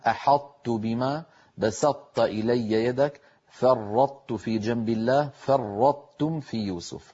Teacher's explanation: الطاء تدغم في التاء إدغاما ناقصا · Term: الإدغام الناقص